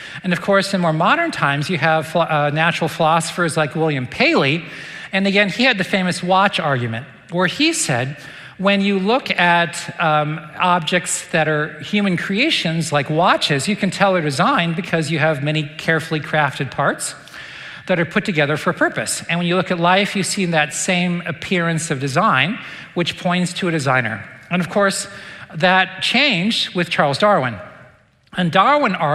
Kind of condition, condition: setting, large echoing room